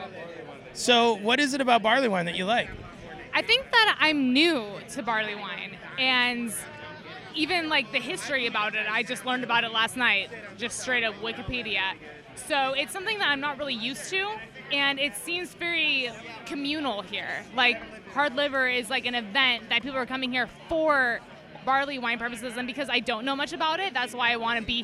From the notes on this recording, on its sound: These recordings were taken at last year's Hard Liver Barleywine fest at Brouwer's Cafe (Seattle, WA). I talk to people about why they love barelywine and why Hard Liver is the best beer event of the year.